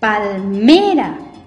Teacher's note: Suena más fuerte en la penúltima sílaba. Entonces es una palabra llana y pintamos de color azul.